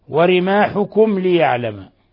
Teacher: ميم ساكنة جاء بعدها اللام إظهار شفوي